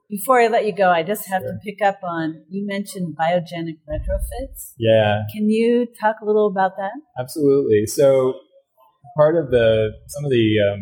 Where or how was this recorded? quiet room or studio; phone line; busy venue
busy venue